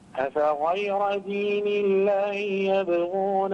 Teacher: فخم الغين والقلقلة في يبغون